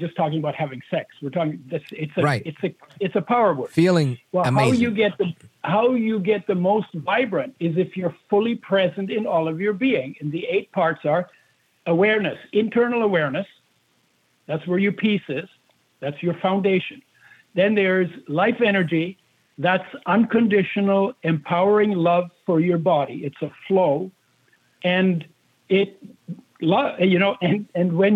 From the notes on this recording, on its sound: we take your calls in open phones across America